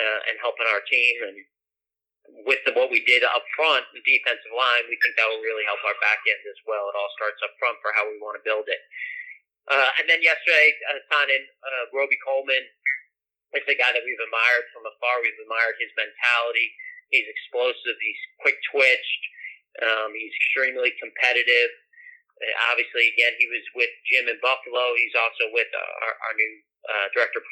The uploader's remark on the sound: His conference call with the media.